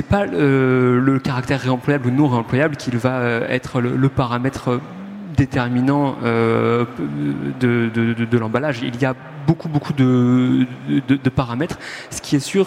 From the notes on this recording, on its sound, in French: Table ronde enregistrée le vendredi 21 octobre 2022, au Salon du Brasseur. Suite à un incident technique, le début de la table ronde n'est pas disponible.